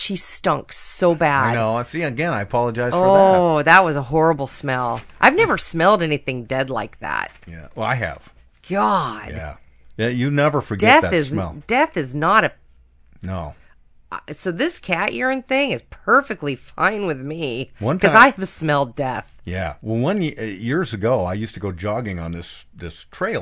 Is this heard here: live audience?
no